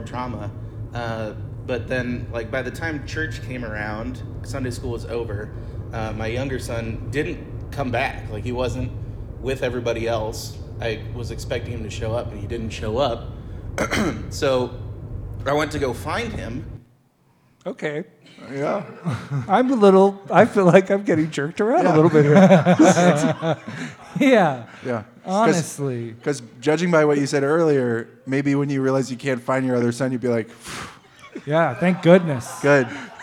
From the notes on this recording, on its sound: Live again from Humble Burger